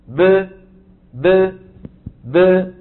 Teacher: الباء تخرج بتباعد الشفتين، يعني الآن الشفتين يلتصقان من غير صوت، يلتصقان من غير صوت، ثم تبتعدان عن بعضهما بابتداعاتهما تخرج الباء المقلقلة. · Term: باء مقلقلة